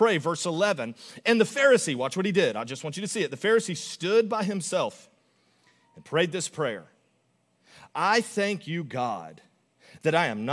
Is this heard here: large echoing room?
yes